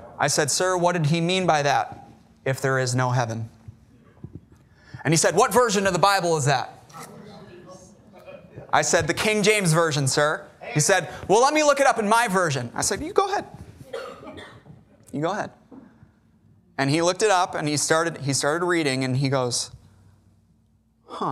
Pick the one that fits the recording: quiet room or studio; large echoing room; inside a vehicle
large echoing room